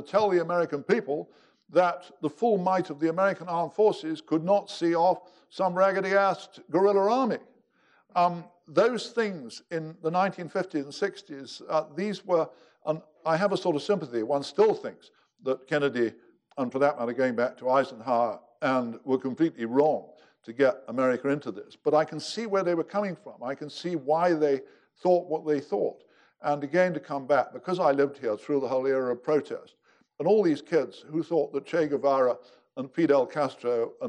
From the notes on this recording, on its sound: General Omar Bradley Memorial Lecture. Army Heritage and Education Center (USAHEC) hosted. To present the General of the Army Omar Nelson Bradley Memorial Lecture.